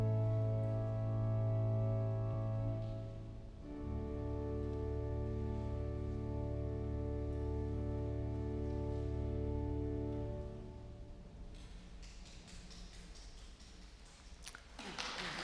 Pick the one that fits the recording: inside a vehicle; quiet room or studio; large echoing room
large echoing room